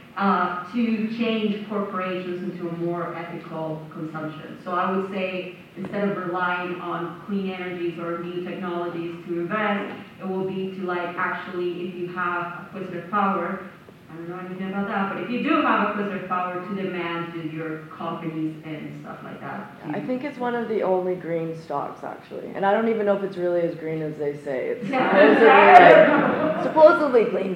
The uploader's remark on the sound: Recording from the Parkland Institute's Fall 2022 Conference: Doing Democracy Better: Challenging the Politics of Fear and Resentment. At the University of Alberta. Q&A excerpt.